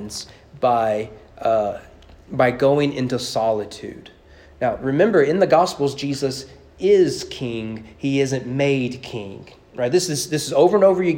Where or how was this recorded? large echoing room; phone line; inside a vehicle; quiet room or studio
large echoing room